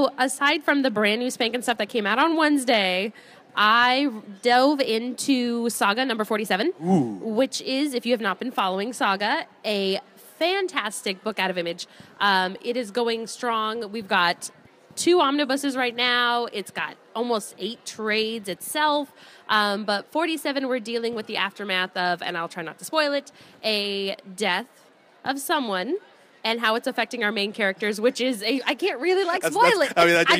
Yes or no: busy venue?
yes